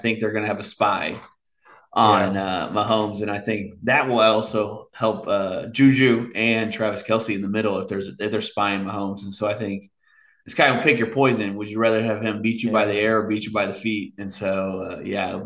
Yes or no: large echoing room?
no